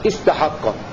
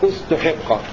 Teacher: نبدأ بهمزة الوصل مكسورة · Shown in: first take · استحق لأن الحرف الثالث من الكلمة مفتوح استحق.